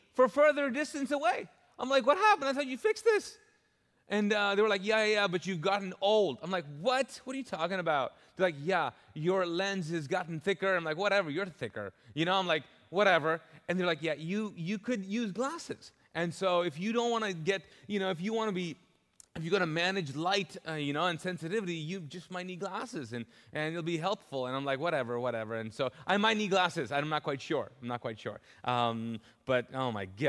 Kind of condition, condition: setting, large echoing room